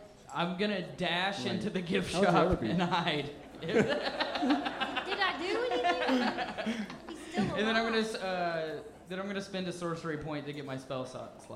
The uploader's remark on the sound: Recorded live at Zanies Comedy Club in Nashville, Tennessee. Live on stage.